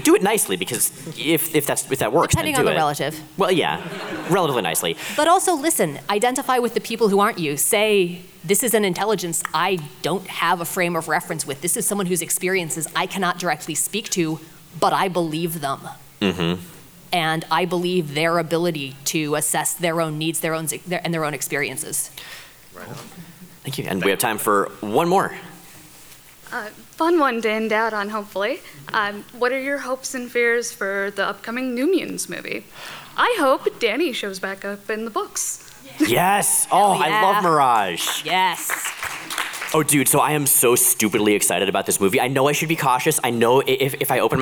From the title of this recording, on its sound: Live at Rose City Comic Con